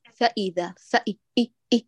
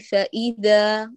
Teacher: فلا نقول فإذا فإي إي إي هكذا أيوة اختلستها فمزجت الحركة بالسكون فبدت كأنها جزء من الكلمة فإذا، بينما لو قلتي فإذا يظهر إي أعطيت الهمزة حركة كاملة كما أعطيت الفاء · Shown in: second take · فإن هذا الذي يجعل كأنك فصلت الحرف الزائد، هذا مربط الفرس وهذه الدقيقة مهمة جدا في الإتقان.